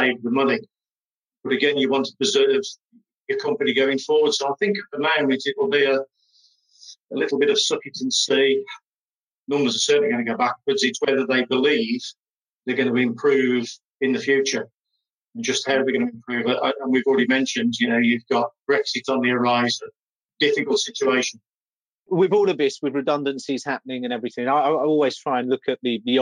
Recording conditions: video call